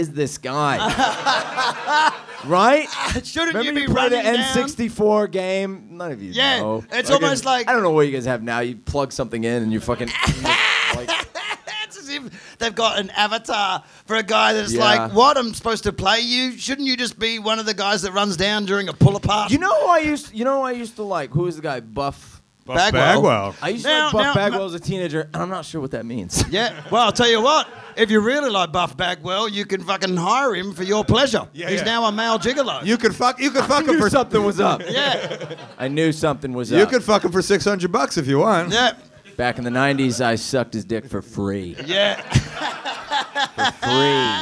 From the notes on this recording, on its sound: Live from the Edinburgh Fringe Festival 2018. These are recorded LIVE at the Monkey Barrel in Edinburgh Scotland.